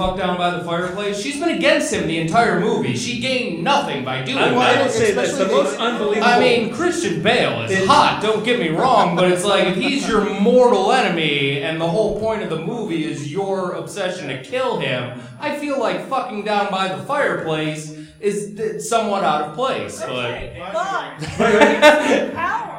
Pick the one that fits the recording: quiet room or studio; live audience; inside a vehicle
live audience